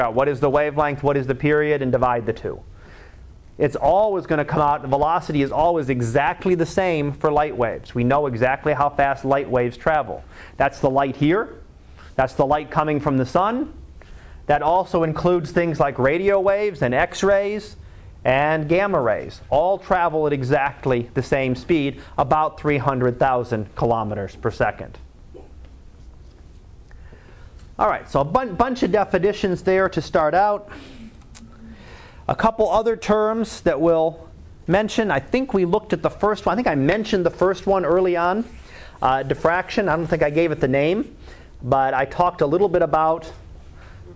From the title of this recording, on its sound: Live Class Lecture